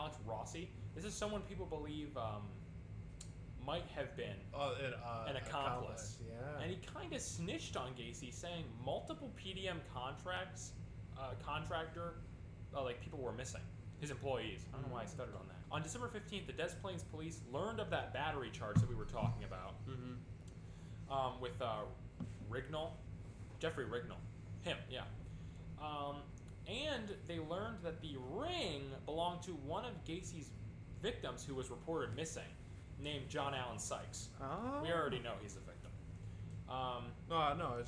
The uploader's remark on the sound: The audio in this episode is a little quiet to help an issue with background noise